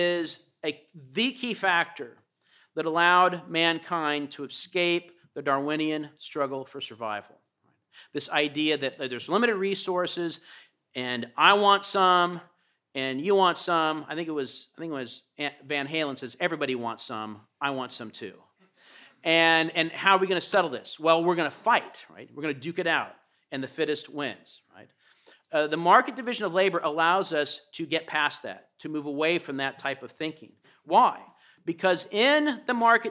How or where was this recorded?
large echoing room